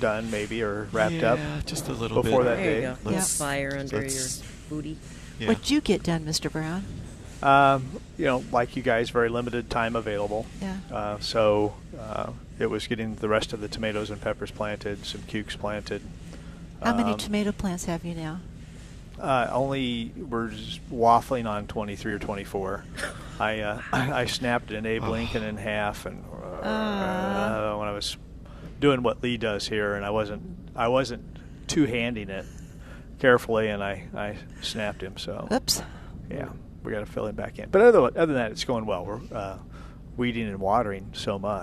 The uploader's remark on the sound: Live at Prairie Gardens